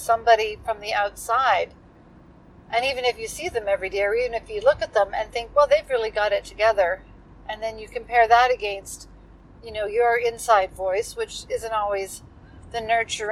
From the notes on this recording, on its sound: This one comes from the car, completely fulfilling the imperfection requirement for this podcast. Bloopers included.